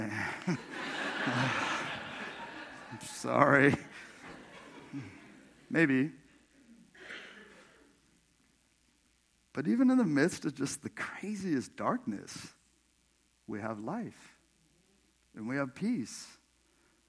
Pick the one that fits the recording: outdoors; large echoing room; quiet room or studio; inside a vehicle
large echoing room